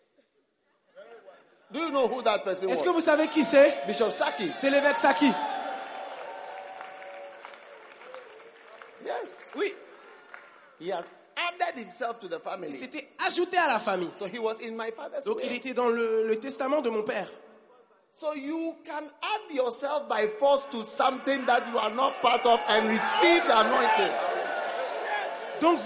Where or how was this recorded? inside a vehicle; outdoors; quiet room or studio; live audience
live audience